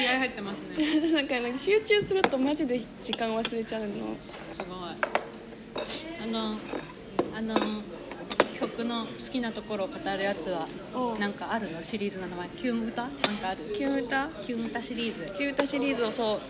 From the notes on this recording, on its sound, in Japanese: 今回はカフェで収録したため終始ガヤガヤとうるさいです。ごめんなさい！